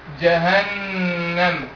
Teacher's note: النون عليها شده فحكمها غنه، الميم مش عليها شده فمالهاش حكم غنه ولا حاجه، حكم الغنه متعلق بالميم المشدده او النون الايه؟